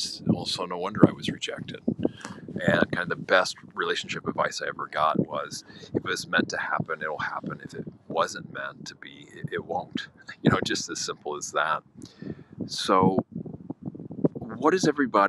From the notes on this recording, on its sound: Insight Timer live event. In the less than ideal recording environment of the windy English countryside.